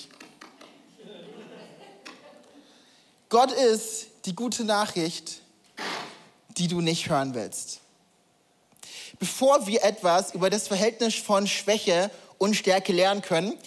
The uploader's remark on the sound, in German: Audiomitschnitt der Predigt